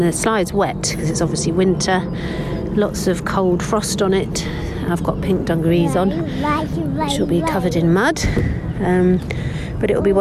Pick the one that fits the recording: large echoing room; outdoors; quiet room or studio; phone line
outdoors